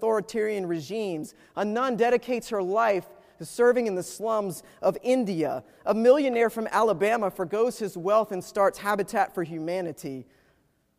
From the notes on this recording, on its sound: Preached at Wake Forest UMC